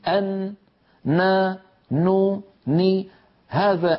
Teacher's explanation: طرف اللسان يقرع ما يحاذيه من غار الحنك الأعلى، ويخرج غنة مع هذه القرعة من الخيشوم · Term: حرف النون